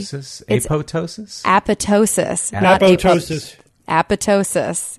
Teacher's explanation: To show this derivation clearly, we propose that the stress should be on the penultimate syllable, so far so good, the second half of the word being pronounced like ptosis with the P silent